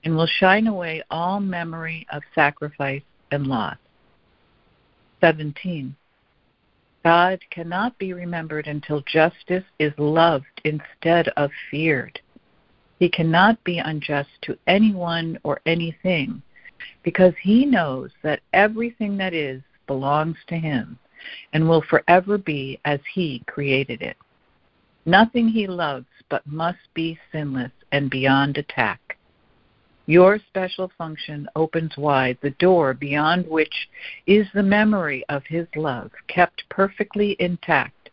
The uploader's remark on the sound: ACIM Daily Conference Call